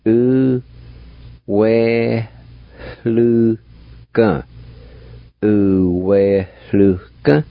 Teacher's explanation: there will be a faint H sound between the E and L.